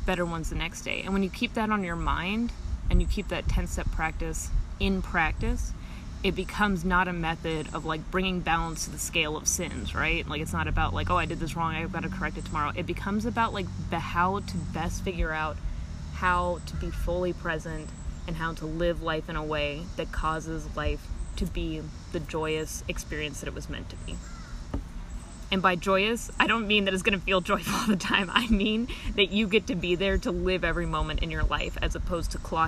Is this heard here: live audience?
no